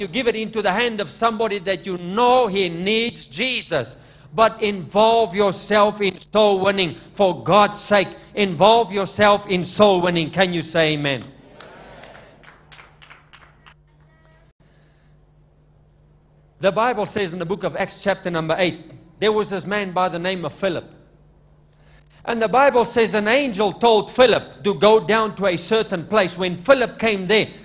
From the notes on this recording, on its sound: LIVE MID WEEK SERVICE| ECG CHURCH.